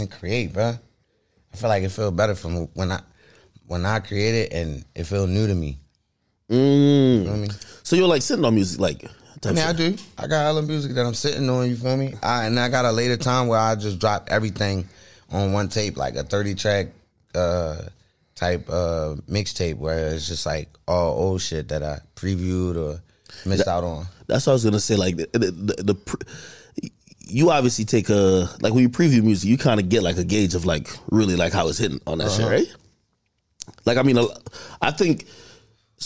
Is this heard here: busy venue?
no